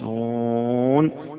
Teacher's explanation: هنا إما أنك تقف على نون، وإما أنك تصلها بما بعدها. فإذا وقفت مدها مد الطويل